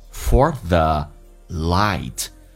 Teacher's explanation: for the 舌尖往上齿搭一下就可以了，不要上下牙齿一起咬，这样的话重音会比较重一点。叫 for thelight，双元音 i 这个发音要比较的饱满，嘴巴上下打开到极限，再滑动到 a 这个发音叫 ilight。Stop searching for the light.